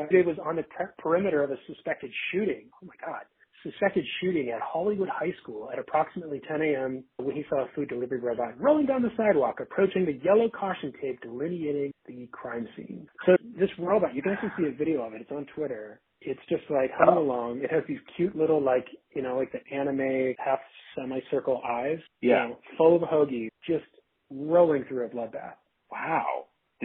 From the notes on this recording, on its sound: Premium entertainment meets crappy audio quality.